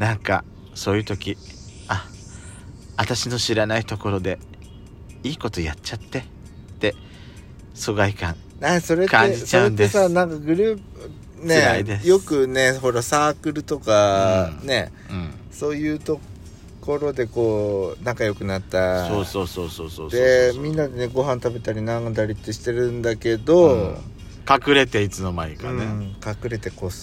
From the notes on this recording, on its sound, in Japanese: パーキング収録